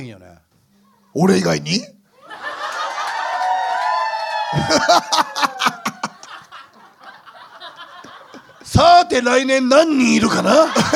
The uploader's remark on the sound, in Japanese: 公開収録の模様をお送り致します。